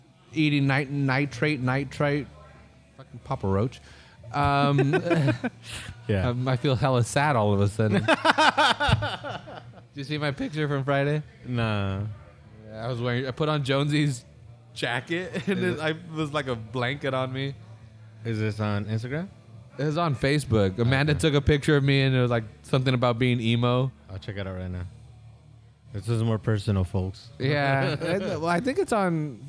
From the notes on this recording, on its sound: This episode was recorded back at our old recording space in XL Publichouse in Oldtown during the Parade of Lights festival. The rain stayed away long enough to keep everyone dry and the beer warmed us up.